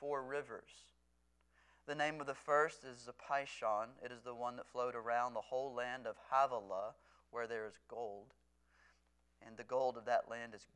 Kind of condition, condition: setting, large echoing room